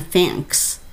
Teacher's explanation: 本語で言ったらこんな感じですよなので礼をまず言うとかねそういうことってすごい大事で「I've been great thanks」ありがとう聞いてくれてっていう思いを込めてそして最後には「えそれであなたはところであなたは?」っていう「How about you?」っていうのを入れるこれっていうのはすごくね挨拶のあの返事の中で入れるポイントになります。はい。で、えー、っと、ここのところだったら、ちょっと英語っぽく、あんまりたくさん言うとね、混乱されるので、I've been great の R はちゃんと聞かす。R の音はしっかりと great。その後、thanks。この音ですね。th、ベロちょっと出して、エアを入れる。thanks。 than の時に、んっていうふうに歯の裏にちょっとベロが当たる、当てて、x を入れる。そうすると綺麗な thanks。になります。Okay?はい。で、最後は How about